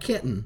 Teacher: You're closing your glottis slightly, and you're stopping the sound. · Term: T glottalization